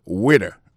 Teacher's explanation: accent tombé sous le premier syllabe là